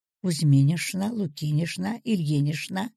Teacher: Сочетание «ч-н» еще произносится как «ш-н» в женских отчествах.